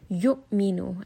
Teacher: I rounded my lips, yu'minu, and you can hear that that waw sound is very prominent